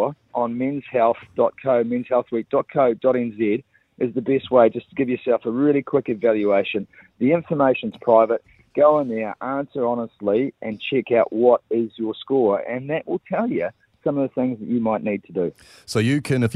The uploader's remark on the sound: Today on the show we were joined on the phone